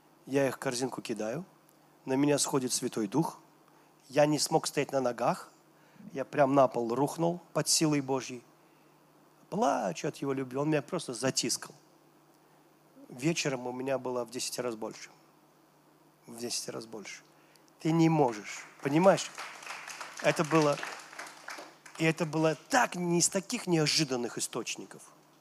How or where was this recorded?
busy venue